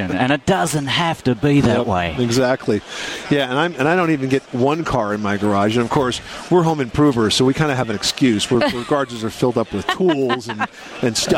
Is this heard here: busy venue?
yes